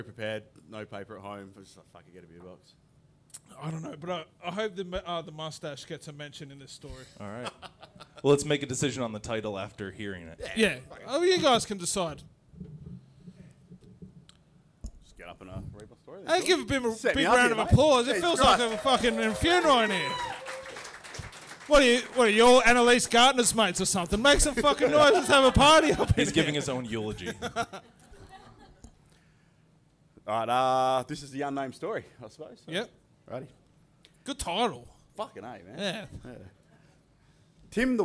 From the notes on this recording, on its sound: LIVE SHOW #2 EP0023 Fringe Perth 2021.